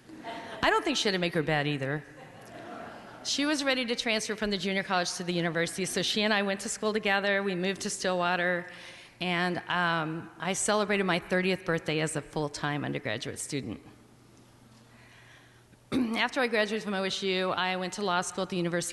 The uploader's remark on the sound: This live storytelling at First Pres, featuring real stories shared, in person, by fellow church members.